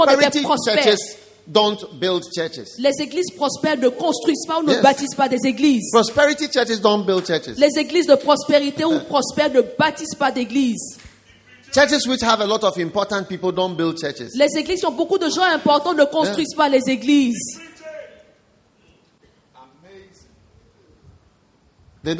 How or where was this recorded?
live audience